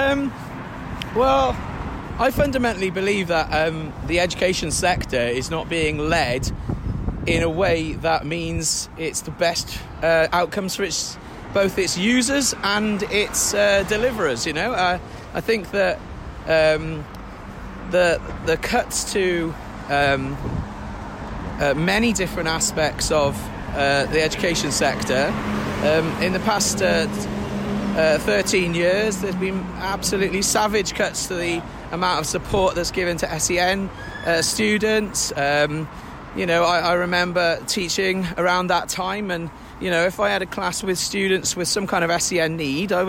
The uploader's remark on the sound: Recorded during strike action. Walking and talking. Picketing.